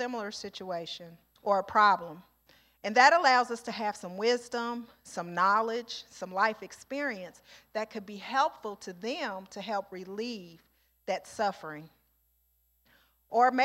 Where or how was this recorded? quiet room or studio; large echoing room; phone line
large echoing room